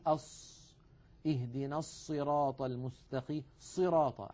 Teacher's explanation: حرف الصاد خاصة فنجد الواحد يقول أص اهدنا الصراط المستقيم صراط عند الصاد تجده يضم ويزم شفتيه